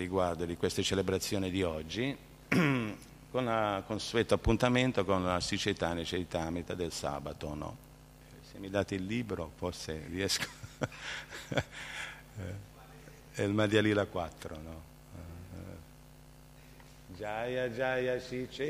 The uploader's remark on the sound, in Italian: in diretta dal Tempio di Villa Vrindavana